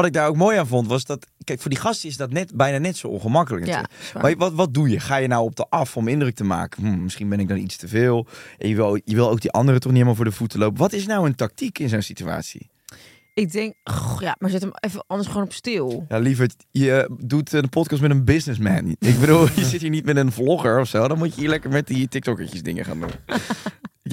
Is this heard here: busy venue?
no